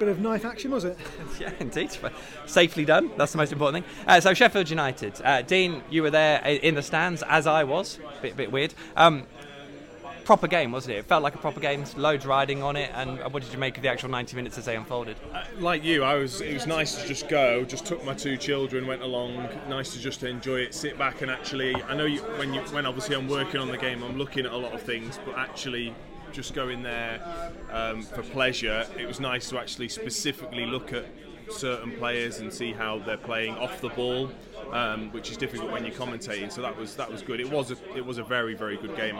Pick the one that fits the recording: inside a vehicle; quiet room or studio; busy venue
busy venue